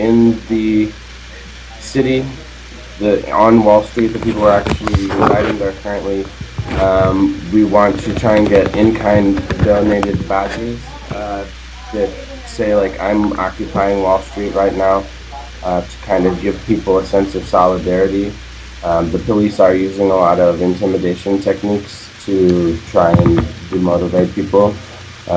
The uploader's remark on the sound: Live from Occupy Wall St. Zuccotti Park.